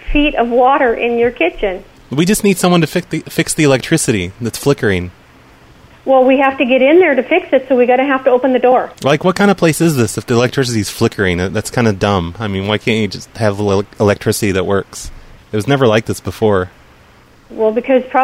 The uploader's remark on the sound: …'s Personal Prank Phone Calls Collection.